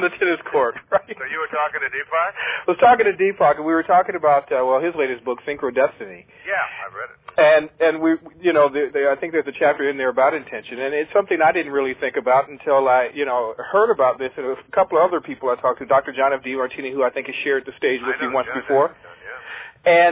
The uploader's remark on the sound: this phone interview